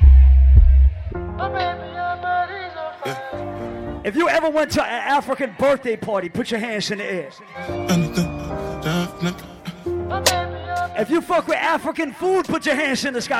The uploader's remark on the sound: LIVE AT ISLAND SATURDAYS